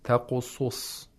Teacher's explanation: The sod has to be pronounced with the second lowest level of tafkhim